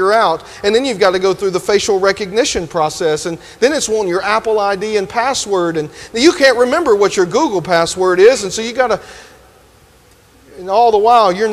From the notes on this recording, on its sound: delivered this sermon at Grenada First UMC